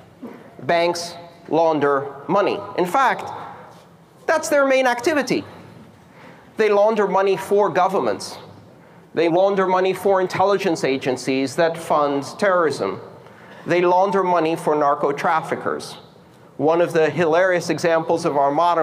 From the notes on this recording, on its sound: This talk took place November 25th 2017 at the Riga Art Space for the Baltic Honeybadger conference in Riga, Latvia.